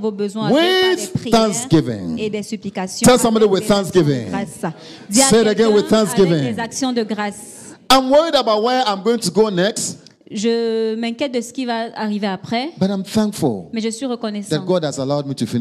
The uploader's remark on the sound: Preached during Joyful Hour Sunday Service